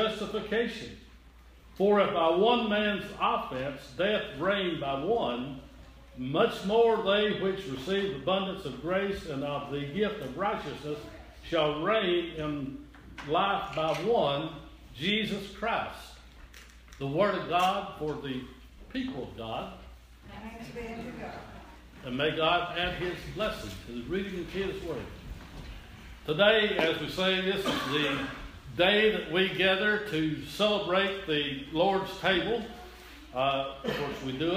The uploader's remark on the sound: This is an audio recording of teh sunday morning service at Persia United Methodist Church in Rogersville, TN.